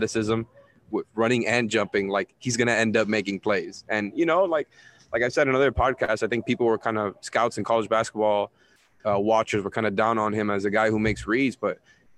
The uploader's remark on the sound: live from the arena